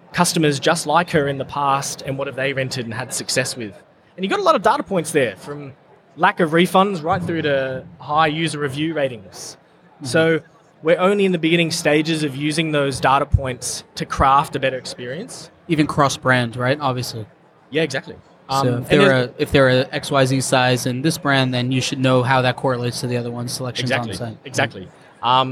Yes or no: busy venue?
yes